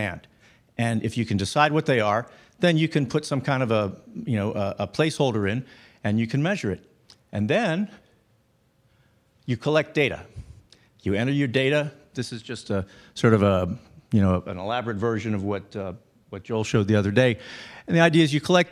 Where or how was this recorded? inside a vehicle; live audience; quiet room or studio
live audience